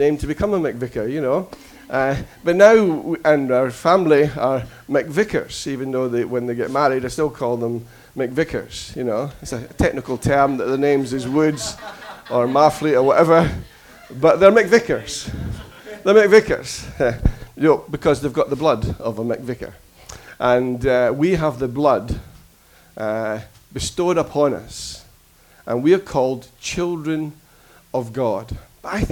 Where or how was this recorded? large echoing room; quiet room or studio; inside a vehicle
large echoing room